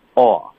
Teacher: 美式的标准的倒 C 的音，嘴唇是比较放松的，哦，是一个，而且嘴唇会带一点滑动，哦，然后下颚也带一点动作的，所以是不是一个音，不可对比。其实我只要觉得大家只要听得多啊，都会发现现今这个人美国人民的日常生活中啊，这些词儿都已经发成啊的音了。嗯哼，talkwalk、yeah.。等等这些 close,啊，美国人民这个嘴张挺开的、 yeah.啊、比这个英国人民张的嘴要张得开一些些、 mm-hmm.啊、所以他就说